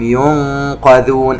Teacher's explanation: يجب أن تخرج القاف من مخرجها وهو أقصى اللسان، وإخفاء القاف والكاف طريقة اللفظ به تختلف عن إخفاء باقي الأحرف.